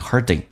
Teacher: hurting 在美式发音首先 T 发 D 这个发音